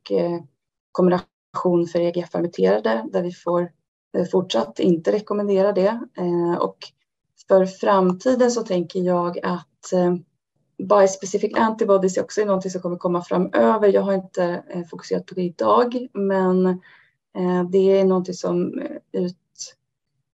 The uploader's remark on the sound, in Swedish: Ljudinspelningen från SOF:s webbinarium.